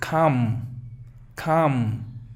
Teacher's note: En la palabra calma no suena la L, es calm.